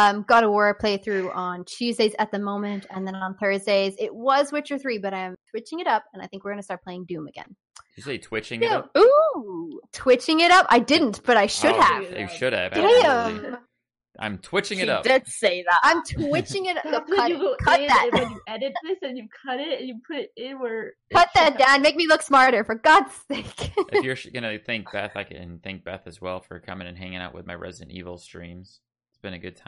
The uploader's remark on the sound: Due to higher bandwidth usages across the world, recording a Podcast that has always been international has become increasingly challenging. We try our best to maintain audio fidelity with the added connection issues we face.